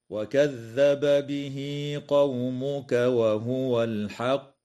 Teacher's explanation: ويجوز الوقف على قوله تعالى وهو الحق من قبيل الوقف الكافي مع مراعاة قلقلة القاف حال الوقف · فقوله تعالى: وكذب به قومك وهو الحق، يجب إظهار الباء عند الباء في قوله تعالى وكذب به من قبيل المتماثلين الكبير في رواية حفص ومن وافقه، وتوصل الهاء في قوله تعالى به قومك بياء لفظية تمد بمقدار حركتين حال الوصل، ويسمى هذا المد بمد الصلة الصغرى.